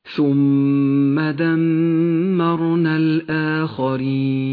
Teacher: كل ميم في هذين الموضعين تغن بمقدار حركتين